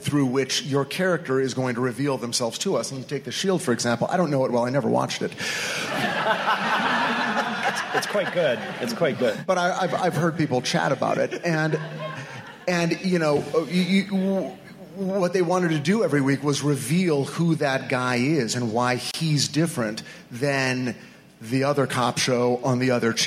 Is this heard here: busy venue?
yes